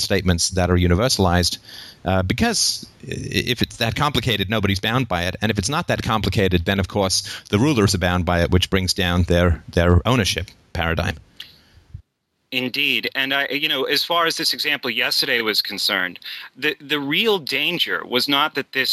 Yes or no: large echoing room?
no